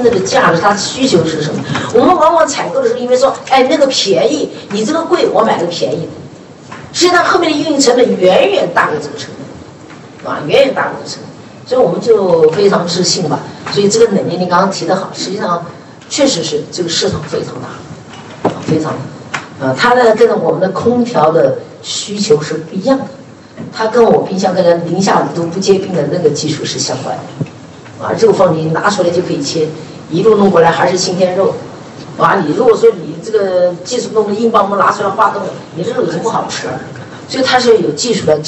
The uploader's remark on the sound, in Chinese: 格力电器2021 股东大会实况录音